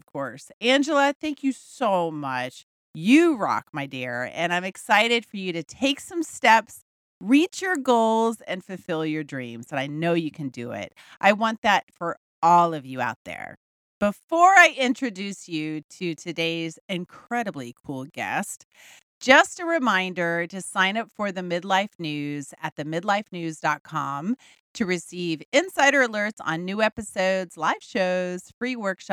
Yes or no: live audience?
no